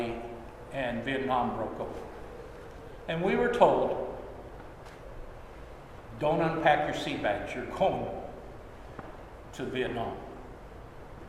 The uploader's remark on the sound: Sermon at Holy Trinity Anglican Church